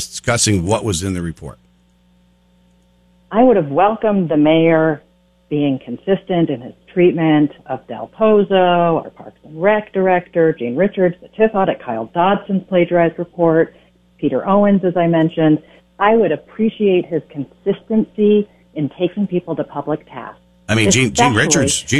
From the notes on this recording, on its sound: calls